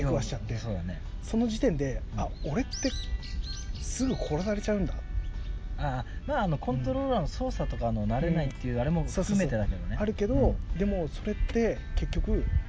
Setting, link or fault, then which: setting, outdoors